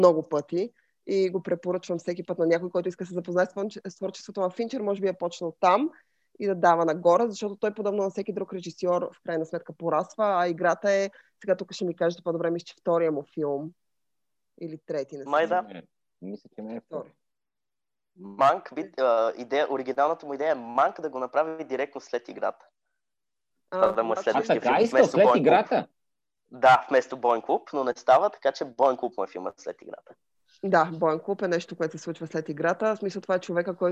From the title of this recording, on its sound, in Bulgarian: Тихо, филмът започва... по Zoom